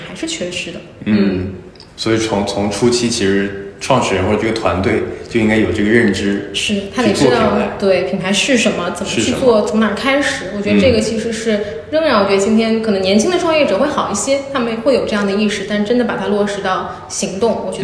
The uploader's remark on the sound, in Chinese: 这期节目在杭州好朋友的茶空间，茶晓涧现场录制，茶晓涧第一家店在杭州黄龙万科林立环抱中，室外绿树成荫，非常舒服适合待着喝茶看书聊天的地方。